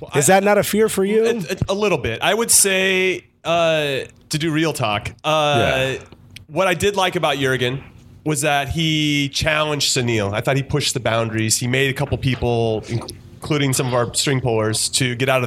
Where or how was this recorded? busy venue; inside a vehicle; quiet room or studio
busy venue